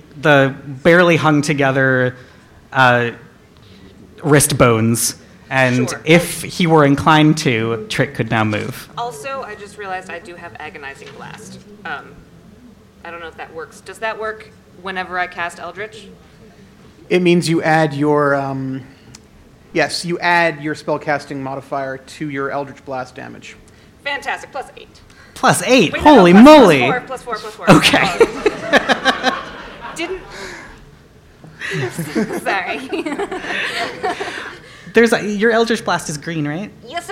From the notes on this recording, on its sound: Flame Con 2019 Special. Recording a D&D live play panel.